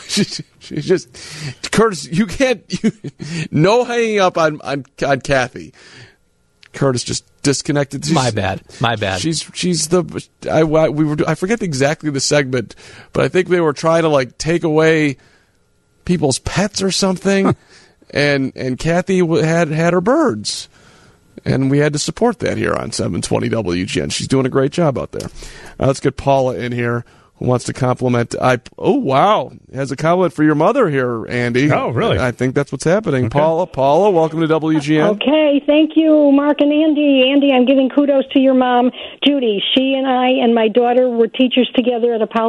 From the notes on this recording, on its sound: open the phone lines